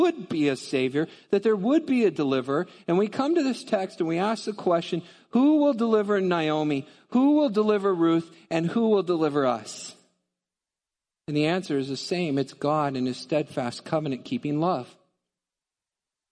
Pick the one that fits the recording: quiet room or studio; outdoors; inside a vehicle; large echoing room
large echoing room